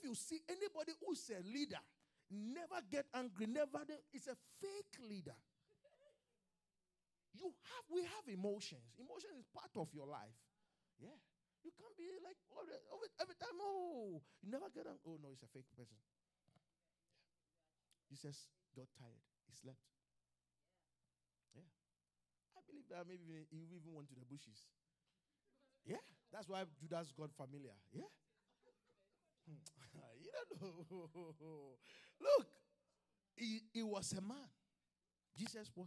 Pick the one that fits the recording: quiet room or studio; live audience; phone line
live audience